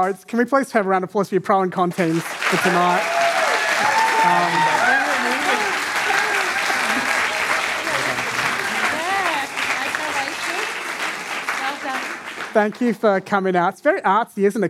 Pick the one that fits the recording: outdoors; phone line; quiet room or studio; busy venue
busy venue